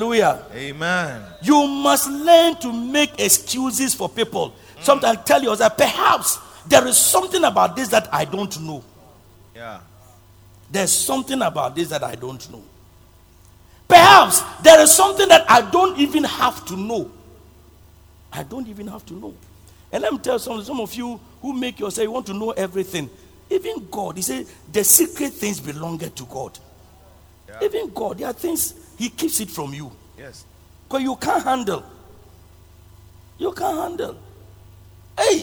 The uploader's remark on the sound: Preached at Loyalty House, Abbey, Dahwenya